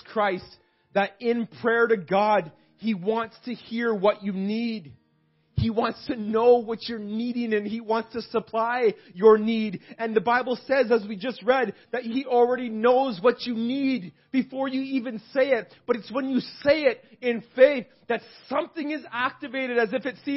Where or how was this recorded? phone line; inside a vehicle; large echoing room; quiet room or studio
large echoing room